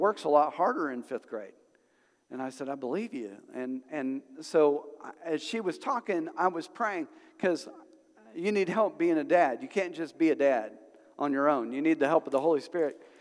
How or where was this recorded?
large echoing room